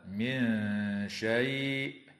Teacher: وتخفى النون الساكنة عند الشين مع الغنة مرققة في قوله تعالى: من شيء.